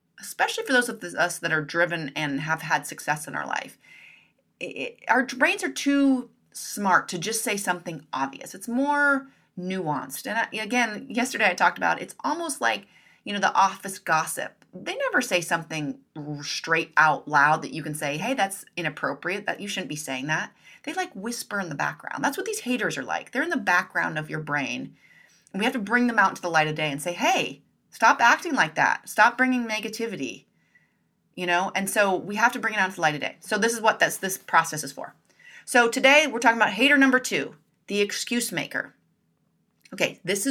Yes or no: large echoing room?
no